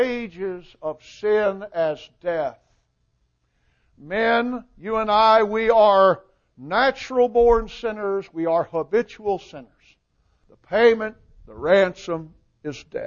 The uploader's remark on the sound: Recording of the sermon